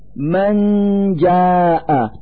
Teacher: نلفظ النون الساكنة من كلمة من مخرج الجيم من كلمة جاء، فنقول من جاء مع إظهار الغنة التي تدل على وجود نون ساكنة.